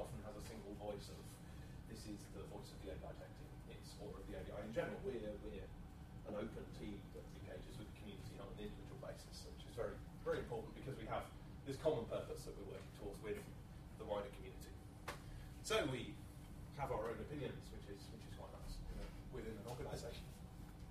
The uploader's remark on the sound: A Friday lunchtime lecture, delivered on the 12/07/2013